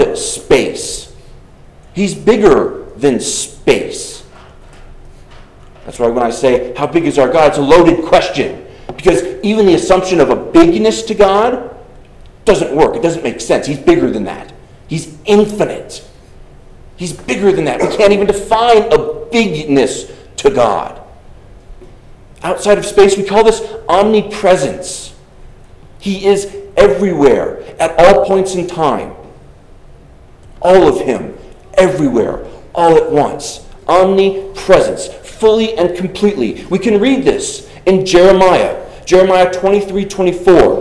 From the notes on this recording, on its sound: Delivered on June 25th, 2023 at Arriba, Congregational Church.